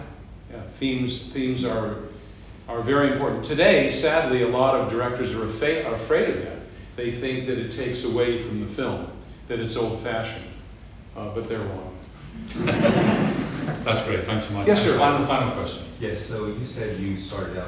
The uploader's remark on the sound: The audio was recorded by the NCH. There are also insightful questions from the audience.